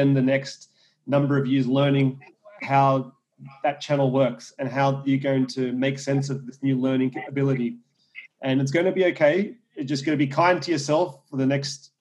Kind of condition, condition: link, video call